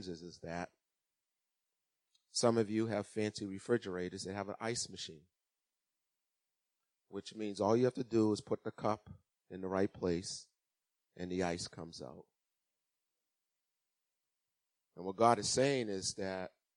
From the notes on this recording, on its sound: Recorded on 2016-03-06 at 08:30am Service